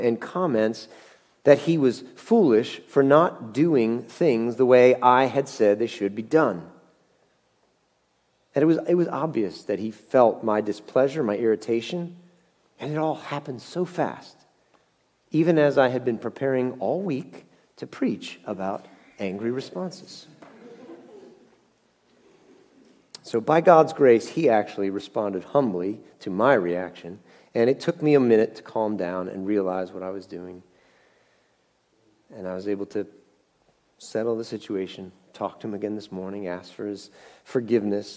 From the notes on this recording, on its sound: Message Preached at Valley Creek Church